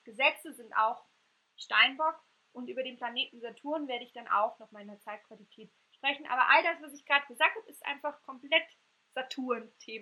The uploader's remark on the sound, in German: Einer Live-Aufnahme meines ersten Webinars. Bitte entschuldigt den Unterschied in der Tonaufnahme.